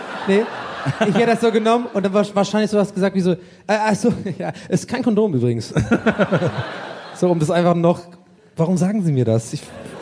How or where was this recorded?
live audience